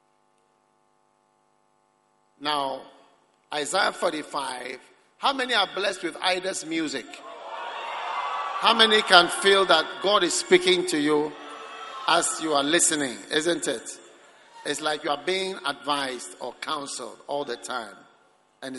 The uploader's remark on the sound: Preached at the Prophetic Encounter Service, Accra.